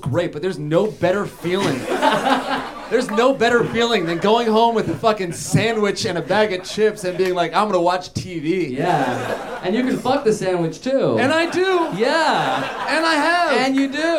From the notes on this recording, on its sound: Live At UCB Theatre in LA! Recorded live at UCB Theatre in Los Angeles!